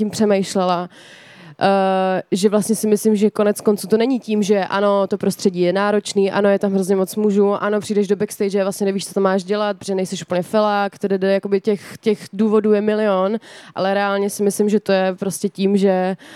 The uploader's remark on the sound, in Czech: na stage festivalu United Islands